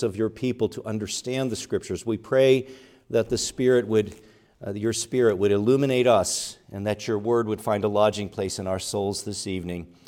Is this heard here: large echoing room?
yes